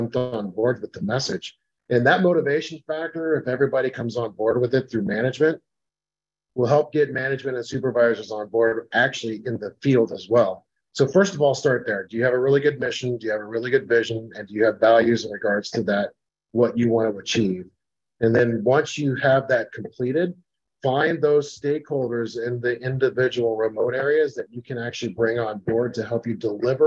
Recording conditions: video call